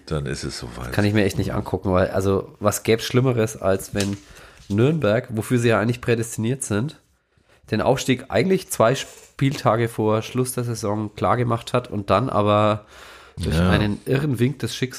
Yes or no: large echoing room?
no